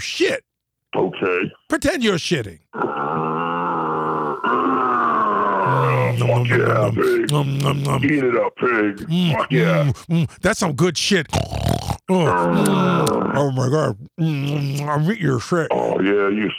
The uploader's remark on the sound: Phony Phone Call